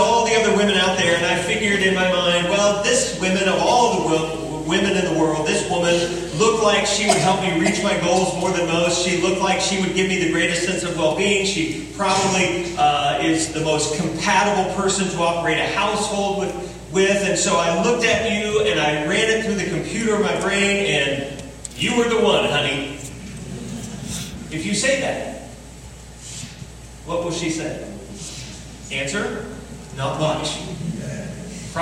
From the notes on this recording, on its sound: We apologize for the lacking audio quality in this week's sermon.